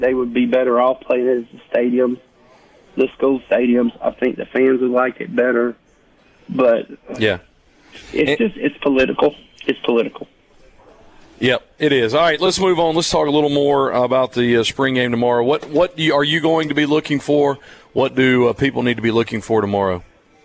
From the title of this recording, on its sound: Broadcasting From Ramey Motors In Purvis, Mississippi